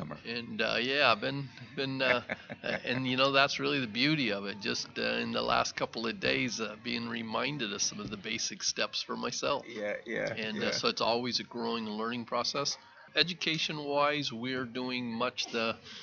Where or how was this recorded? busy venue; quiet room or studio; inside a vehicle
busy venue